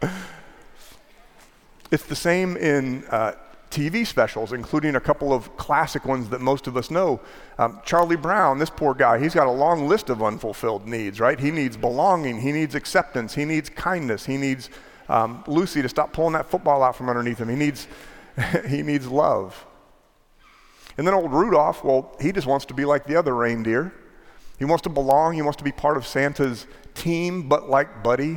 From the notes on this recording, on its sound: Preached in our 6 PM traditional candlelight service. 3101 Coit Road – Plano, TX.